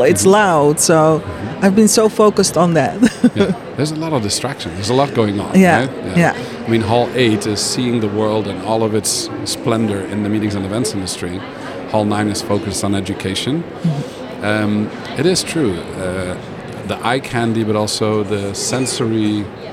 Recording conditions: busy venue